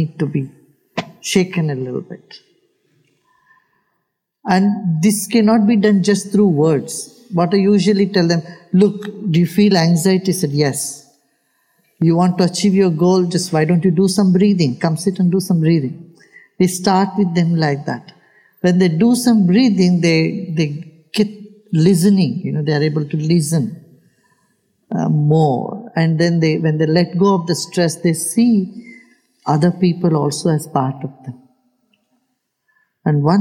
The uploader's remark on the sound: he takes questions from the audience